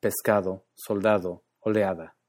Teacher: Por ejemplo, tenemos la D entre vocales, o intervocálica, como en pescado, soldado, oleada. En la Ciudad de México, esa D siempre se pronuncia, y nunca se oyen cosas como soldado o pescado.